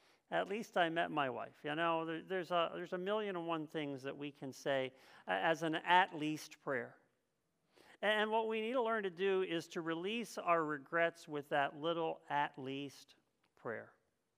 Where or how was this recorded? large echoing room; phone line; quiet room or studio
large echoing room